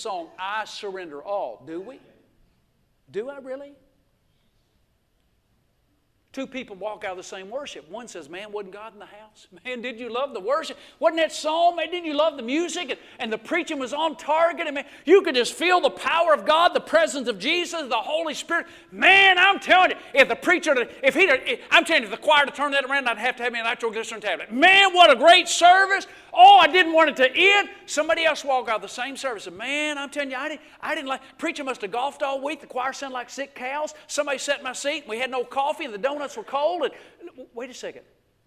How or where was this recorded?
large echoing room